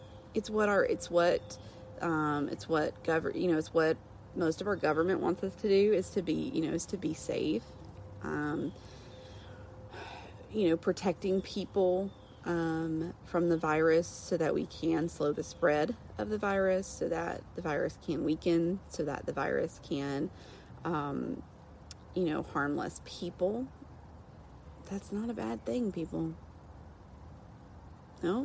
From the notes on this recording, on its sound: I went live on IG this morning for a Coffee Talk session.